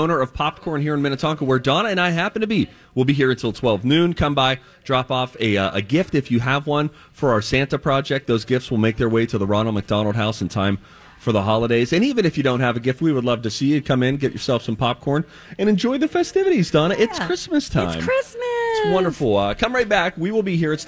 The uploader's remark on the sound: On Location at Popped Corn in Minnetonka